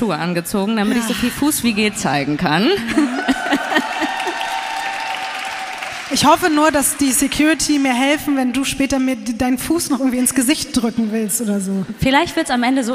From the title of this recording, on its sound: LIVE in Berlin